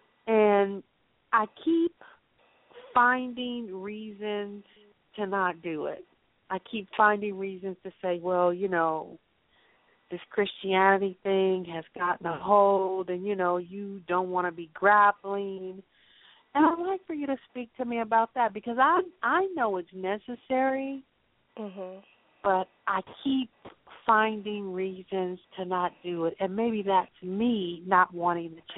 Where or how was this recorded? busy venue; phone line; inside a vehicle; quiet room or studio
phone line